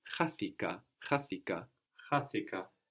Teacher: we have the accent third from the end, like always, now in the past. And actually, the reason we're adding this ik is to give us an extra syllable.